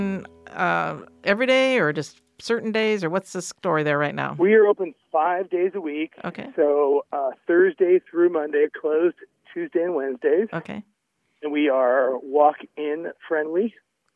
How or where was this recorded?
phone line